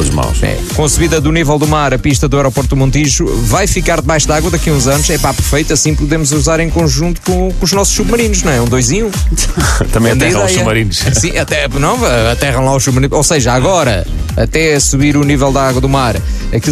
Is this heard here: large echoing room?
no